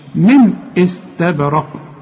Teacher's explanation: كل نون سكنة في القرآن بعدها همزة، الهمزة دي من حروف الإظهار ما تغنش